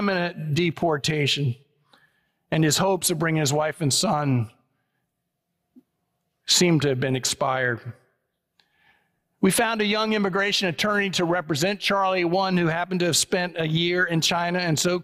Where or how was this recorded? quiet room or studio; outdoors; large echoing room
large echoing room